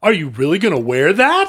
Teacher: I guess you do rising intonation plus volume. Yeah. The volume gives you the exclamation mark, and the rising intonation gives you the question mark, unless you're in Hawaii, and then you got to go down.